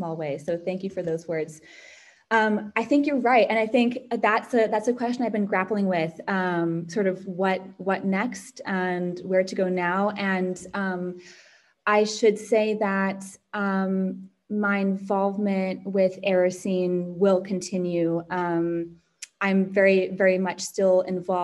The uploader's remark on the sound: Joined us for a Greenhouse online book talk.